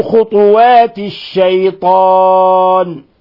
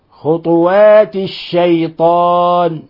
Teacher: لا بد من إخلاص ضمة الطاء إذا كنت تقرأ لحفص · Shown in: first take